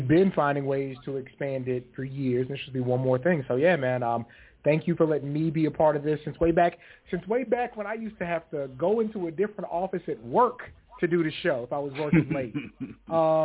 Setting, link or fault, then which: link, phone line